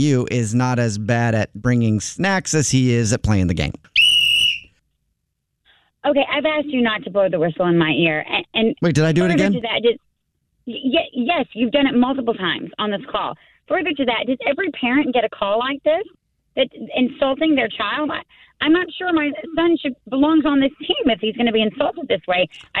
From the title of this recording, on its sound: Phone Prank